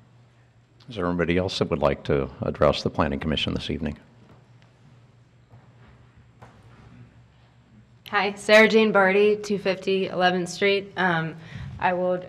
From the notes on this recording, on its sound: Live recording of the Astoria Planning Commission meeting. Slight tech difficulties at the start of the recording meant that the initial and customary roll call of commissioners was not recorded.